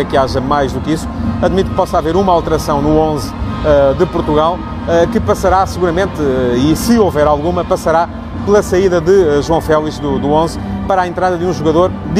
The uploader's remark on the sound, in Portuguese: Em Kiev à espera do jogo. O Futebol de Verdade de hoje ia ser feito em direto do relvado do Estádio Olímpico de Kiev, mas o barulho dos ensaios lá dentro fez-me procurar refúgio no túnel.